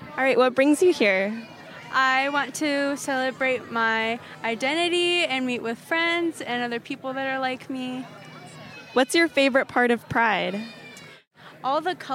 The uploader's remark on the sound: WFHB News Interviews Attendees of 2022 Bloomington Pridefest. Attended the Bloomington Pridefest on August 27th and spoke with several attendees.